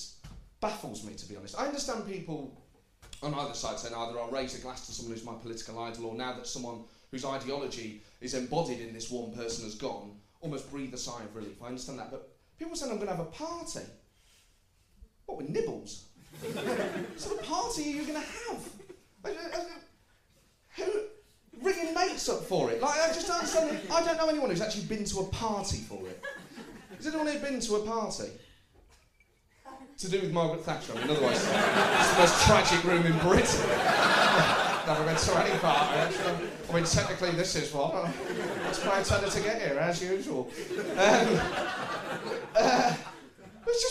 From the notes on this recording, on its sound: Recorded live at the St James Theatre.